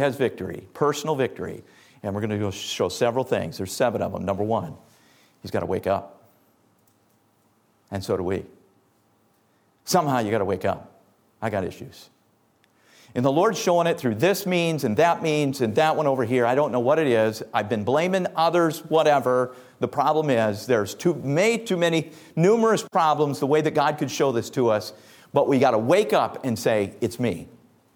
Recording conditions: large echoing room